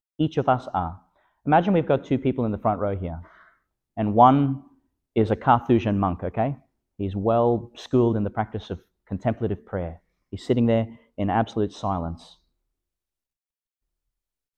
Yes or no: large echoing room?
yes